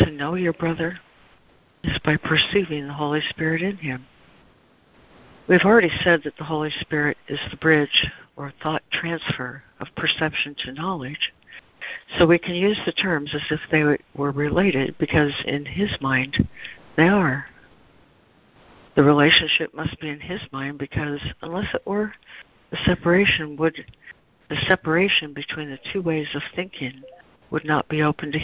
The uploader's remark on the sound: ACIM Daily Conference Call